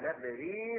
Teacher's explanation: بإثبات الياء بعد الغين وصلا لا وقفا